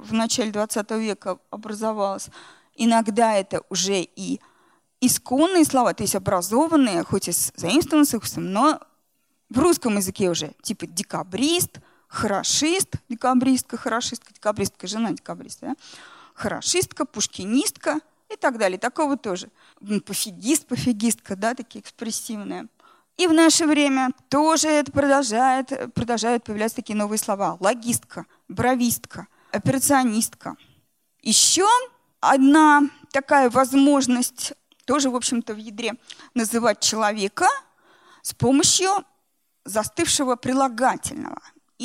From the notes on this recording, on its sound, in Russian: Лекция в рамках цикла «Весна просвещения» в Доме культуры «Ясная Поляна».